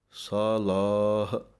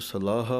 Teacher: ਅੱਖਰੀ ਸਾਲਾਹ, ਸੱਸੇ ਦੇ ਕੰਨੇ ਨੂੰ ਲੱਲੇ ਦੇ ਕੰਨੇ ਨੂੰ ਬੋਲਣਾ ਹੈ ਅਤੇ ਹਾਹਾ ਮੁਕਤਾ ਪੜ੍ਹਨਾ ਹੈ। ਜਦੋਂ ਲੱਲੇ ਦੇ ਕੰਨੇ ਨੂੰ ਲੰਮਾ ਬੋਲਾਂਗੇ ਤਾਂ ਹਾਹੇ ਦੀ ਆਵਾਜ਼ ਖੁਦ ਬ ਖੁਦ ਨਿਕਲੇਗੀ। · Shown in: first take · ਸਾਲਾਹ, ਇਹਨੂੰ ਸਲਾਹ ਪਾਠ ਨਹੀਂ ਪੜ੍ਹ ਦੇਣਾ, ਹਾਹੇ ਨੂੰ ਕੰਨਾ ਲੱਗ ਜਾਵੇਗਾ।